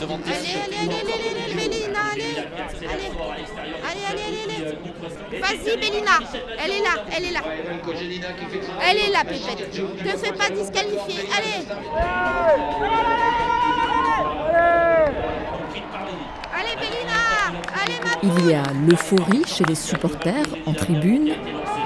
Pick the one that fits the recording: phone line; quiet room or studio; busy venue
busy venue